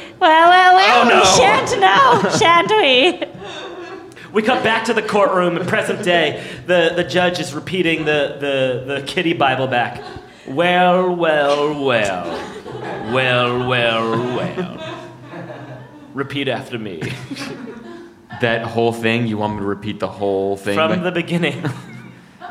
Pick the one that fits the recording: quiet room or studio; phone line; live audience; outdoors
live audience